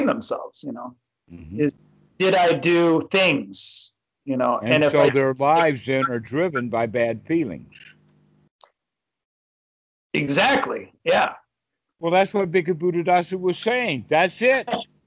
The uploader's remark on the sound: skype calls on this channel